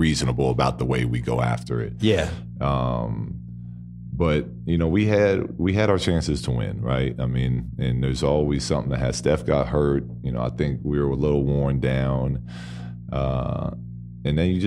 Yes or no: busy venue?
no